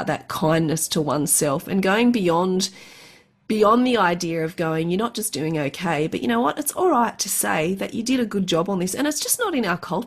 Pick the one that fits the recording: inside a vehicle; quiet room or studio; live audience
quiet room or studio